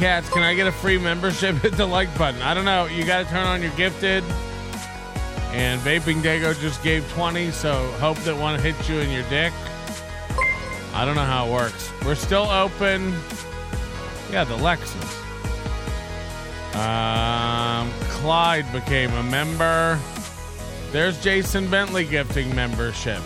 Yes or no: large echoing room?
no